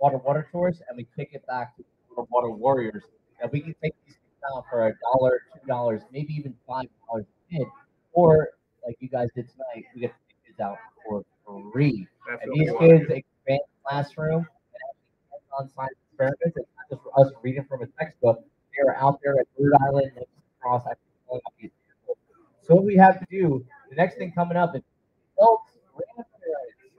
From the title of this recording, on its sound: Live on Location at Dicks Wings 2023!